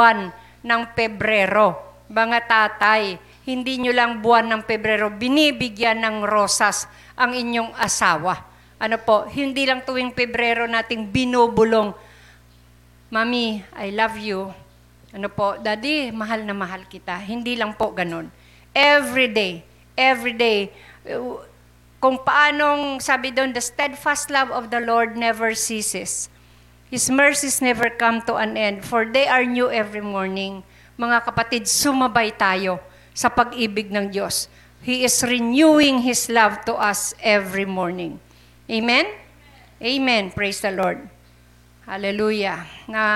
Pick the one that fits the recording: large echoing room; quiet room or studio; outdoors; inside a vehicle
large echoing room